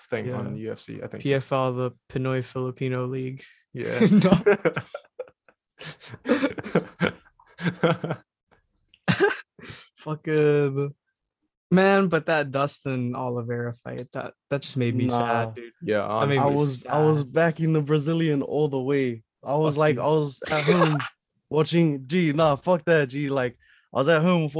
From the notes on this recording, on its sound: despite some connection problems